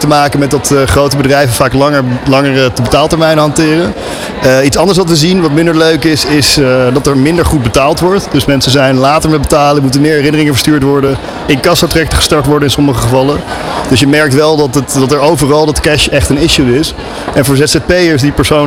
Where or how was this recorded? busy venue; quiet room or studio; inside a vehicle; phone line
busy venue